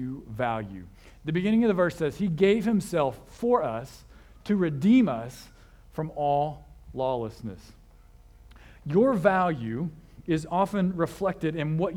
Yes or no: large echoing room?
yes